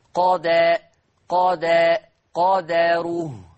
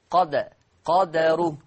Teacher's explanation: حفص عن عاصم يقرأ بالفتح، أما ورش عن نافع فيقرأ بالسكون ويترتب على السكون القلقلة